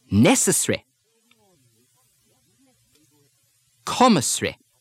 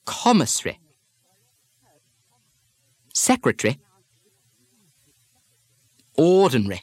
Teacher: The English almost eliminate that stressed vowel at the same time that they soften the E to I. So, an earlier syllable now gets the stress.